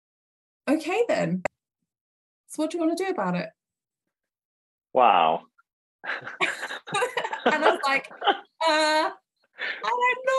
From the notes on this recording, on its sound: remotely so you'll notice a difference in the sound